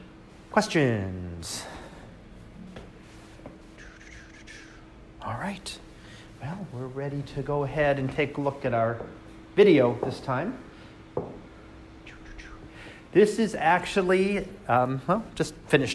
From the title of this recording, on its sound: Live Class Lecture 2019 Oct 21